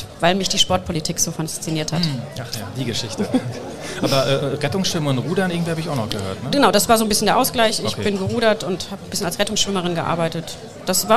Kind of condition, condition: setting, live audience